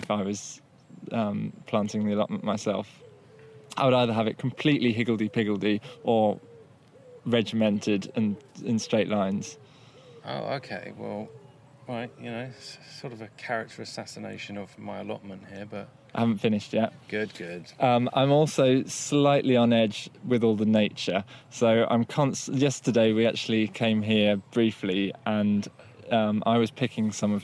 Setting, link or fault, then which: setting, outdoors